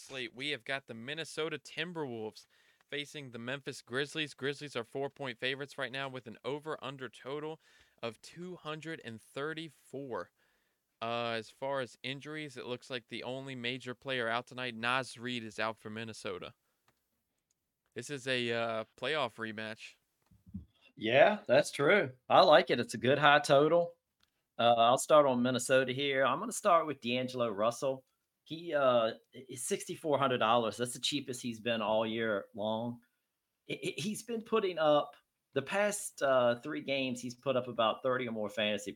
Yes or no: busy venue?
no